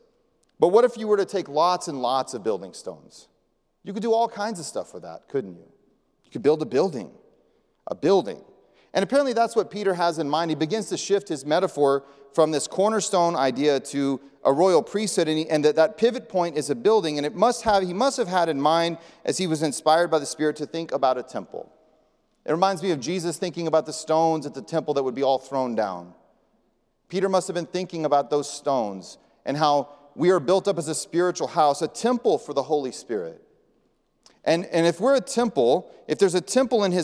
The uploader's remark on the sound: presented by Asbury Seminary Kentucky Chapel, recorded on Thursday, May 4, 2023 at Asbury Theological Seminary's Kentucky campus